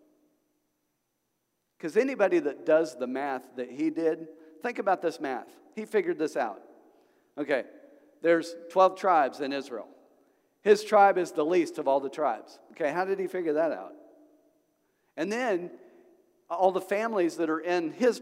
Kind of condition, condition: setting, large echoing room